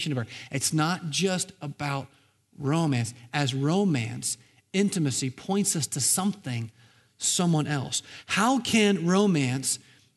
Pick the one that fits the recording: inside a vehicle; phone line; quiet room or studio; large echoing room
large echoing room